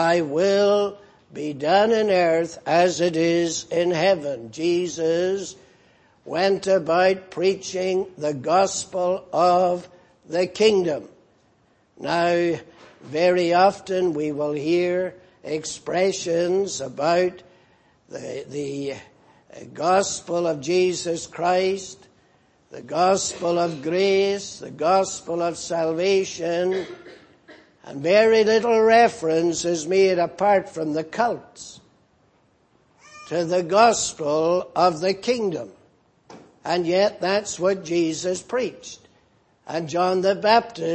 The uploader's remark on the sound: Preached in Grafton. At the Lord's Day Morning service on 1st July, 2018.